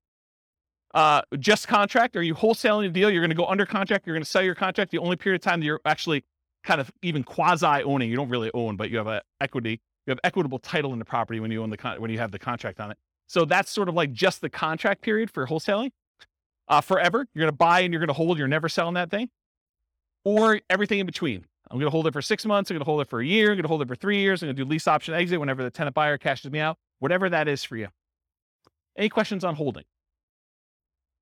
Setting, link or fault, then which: setting, live audience